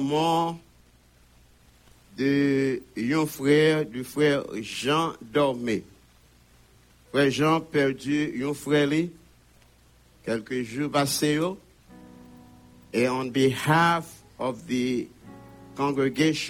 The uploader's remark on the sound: Sunday Service Live